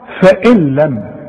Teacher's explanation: اسقط النون من النطق · Term: إدغام كامل بدون غنة